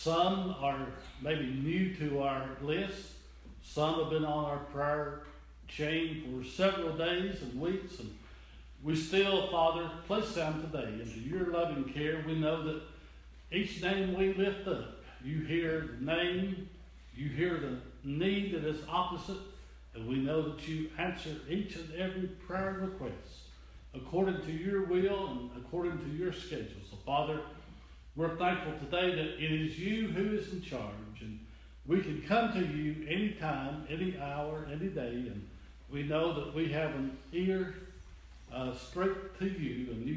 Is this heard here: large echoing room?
yes